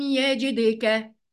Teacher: طيب ألم يجدك، يجدك، يلا في هنا ايه خدناها قبل كده، قلقلة، أحسنتم. يجدك دال ساكنة، يبقى دال مقلقلة